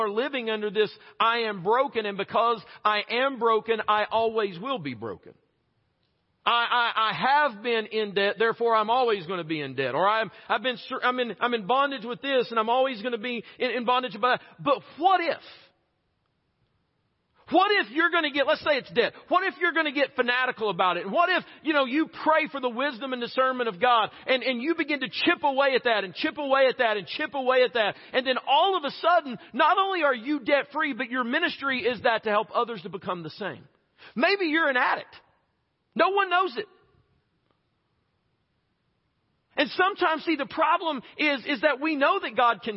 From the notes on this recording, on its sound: Preached this message at Chilhowee Hills Baptist Church in Knoxville, TN on March 6, 2022.